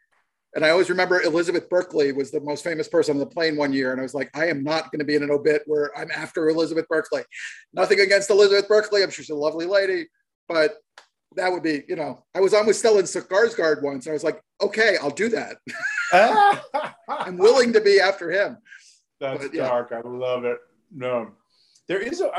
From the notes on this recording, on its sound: Shot via Zoom